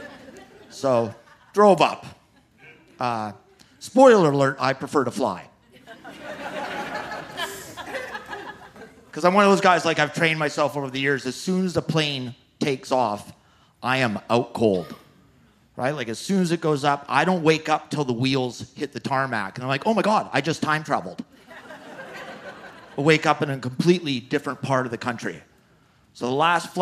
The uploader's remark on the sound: From the Okanagan Comedy Festival